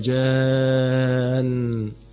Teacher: ده مد لازم لأن حرف المد جي بعده حرف إيه؟ مشدد، جان إنه مشدد